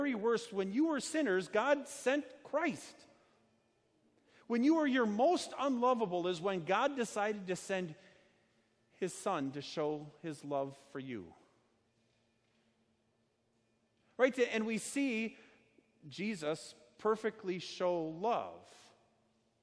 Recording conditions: large echoing room